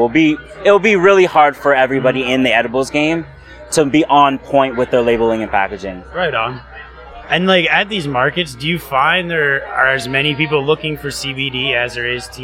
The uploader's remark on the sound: LIVE at Canna Crawl. We had the pleasure of podcasting live from Canna Crawl hosted by High Society Supper Club. We chatted with local business owners and various people in the industry.